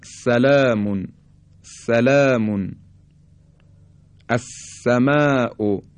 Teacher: حرف سین بدون ارتعاش تارهای صوتی به صورت خیلی ساده تولید میشه، مثل سلامون، سلامون، السماء، که فارسی هم دقیقا به همین شکل تلفظ میکنیم.